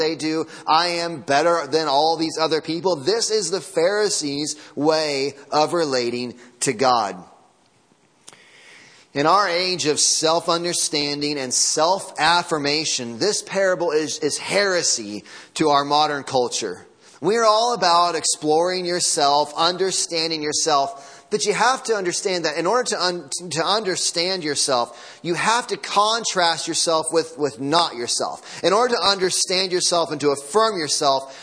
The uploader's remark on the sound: Sunday morning sermon audio